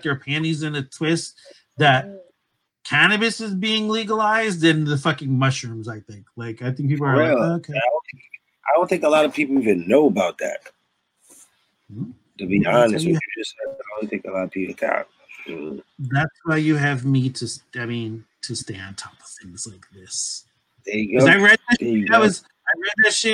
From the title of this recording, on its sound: Technical Difficulties